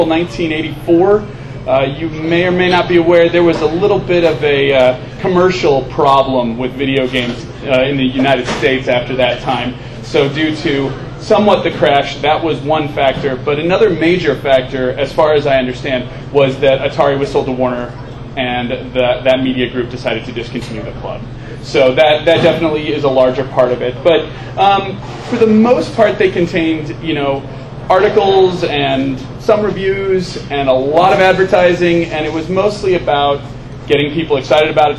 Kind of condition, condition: fault, background noise